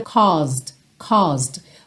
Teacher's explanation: Essa primeira parte da palavra, essa primeira sílaba, é mais comprida